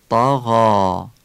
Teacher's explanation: غینو باید نرم و قابل کشش تلفظ بکنیم ولی الفش رو باید تفخیم کنیم، یعنی نمیگیم طغا، میگیم طغا، درشت تلفظ میکنیم، درشته ولی نرمه، طغا.